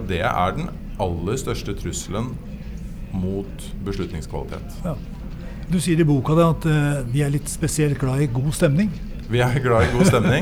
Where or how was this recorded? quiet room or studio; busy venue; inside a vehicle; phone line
busy venue